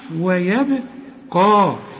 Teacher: الواو والياء والبه مرققين، وفي عموم القرآن مرققين هذه الحروف، إنما القاف والمد دي مفخمين.